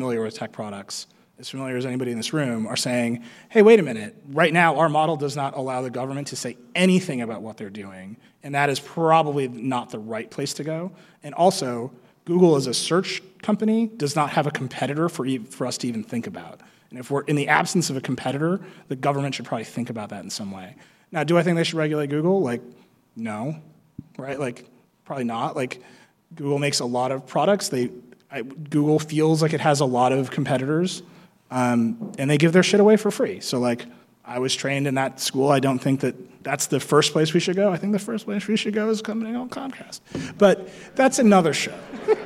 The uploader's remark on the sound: Recorded live in front of an audience in San Francisco after Apple's iPhone X event. The gang also takes questions from the audience.